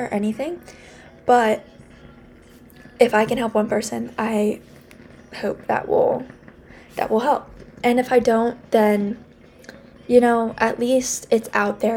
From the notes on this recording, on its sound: I'm so sorry about the music in the background